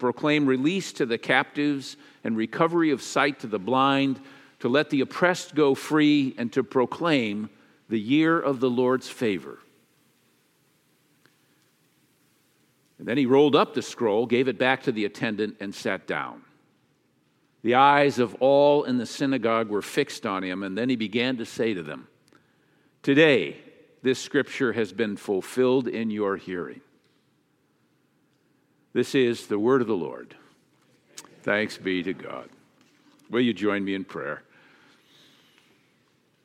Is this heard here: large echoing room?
yes